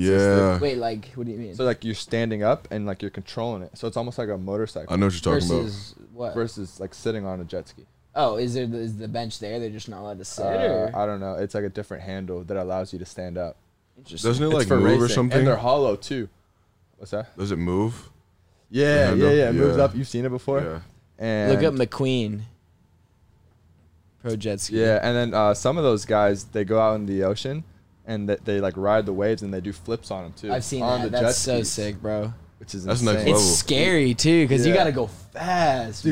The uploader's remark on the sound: in the truck